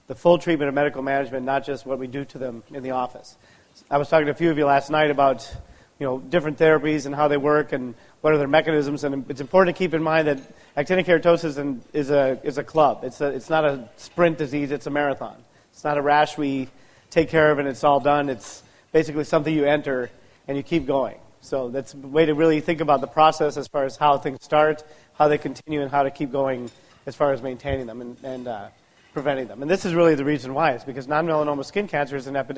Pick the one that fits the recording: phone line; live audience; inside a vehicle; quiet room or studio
live audience